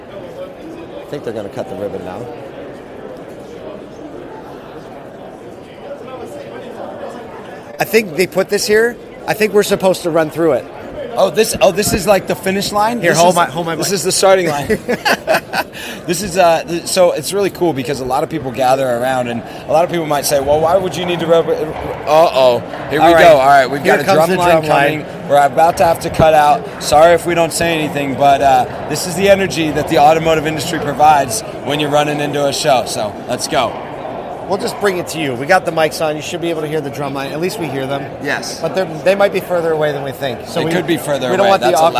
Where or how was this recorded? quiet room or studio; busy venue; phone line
busy venue